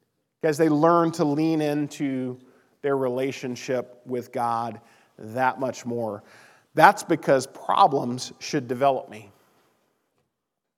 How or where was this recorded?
large echoing room